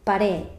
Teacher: Otra vez, alargamos la E, la vocal del final.